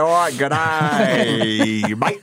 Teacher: the Australian accent, that slurred quality, the nasal quality, was because so many early settlers were drunk.